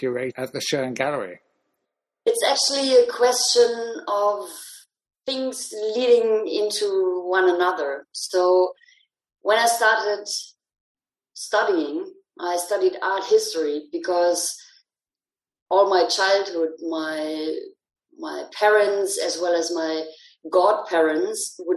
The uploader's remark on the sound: Recorded over a Zoom call